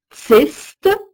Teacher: T est une consonne sourde, je prononce le S